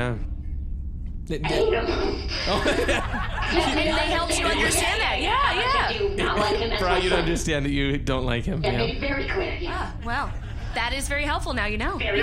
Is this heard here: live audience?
yes